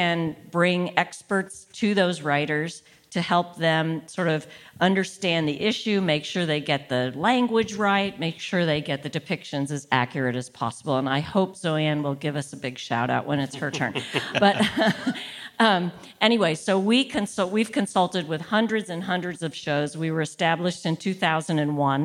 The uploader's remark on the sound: This conversation is presented by Hollywood, Health & Society , and was recorded at ATX TV Festival Season 12 (June 1-4, 2023) in Austin, TX.